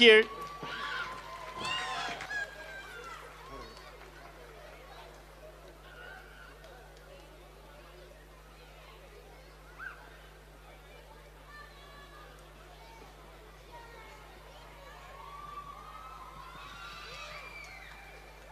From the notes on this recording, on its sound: Outside broadcast live at the 2023 Greater Shepparton Carols by Candlelight from the Queens Gardens in Shepparton. Special outside broadcast live at the 2023 Greater Shepparton Carols by Candlelight from the Queens Gardens in Shepparton.